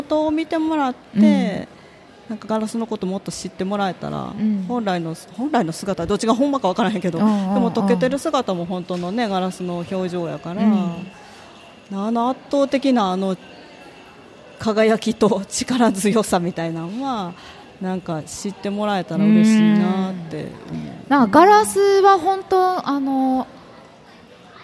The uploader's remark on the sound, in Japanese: 楽しく公開収録。鳥取県倉吉市発。